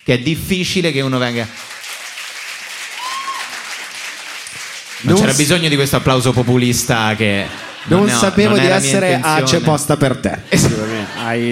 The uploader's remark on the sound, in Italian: Direttamente dal vivo al Monk di Roma.